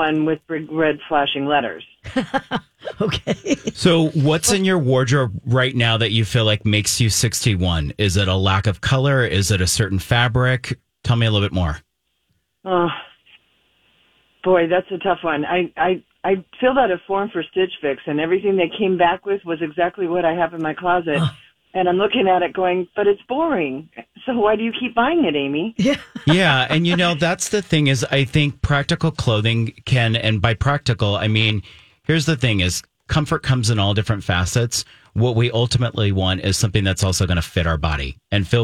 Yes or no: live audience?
no